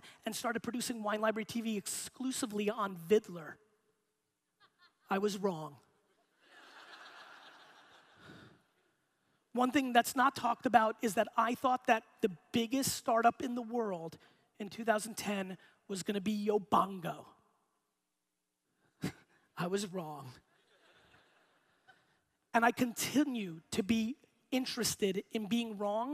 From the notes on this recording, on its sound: Inbound 2016 Boston Keynote. Today’s episode is a keynote that I gave in 2016 at the Inbound conference in Boston.